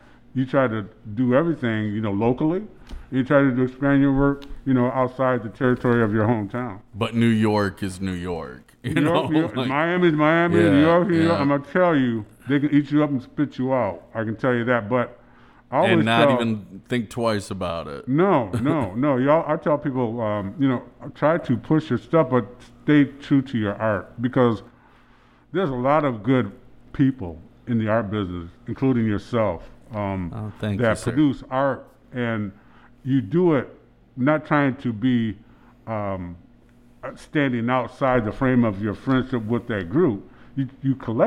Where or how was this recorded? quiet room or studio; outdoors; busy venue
busy venue